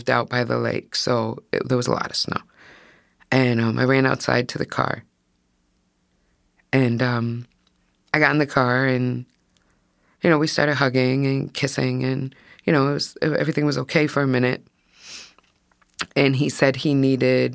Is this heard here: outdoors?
no